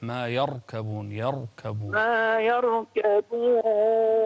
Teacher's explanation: فخم هذه الراء لأنها ساكنة وقبلها مفتوح